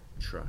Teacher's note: So the TR becomes a ch sound. · Term: post-alveolarization